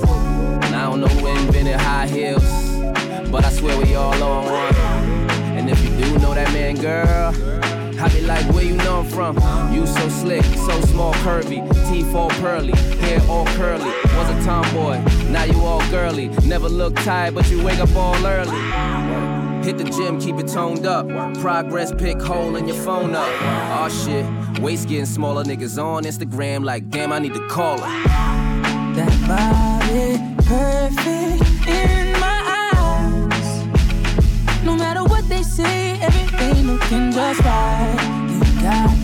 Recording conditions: busy venue